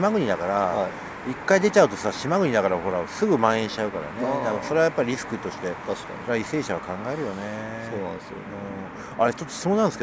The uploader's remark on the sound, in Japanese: 今回の収録は札幌大通公園で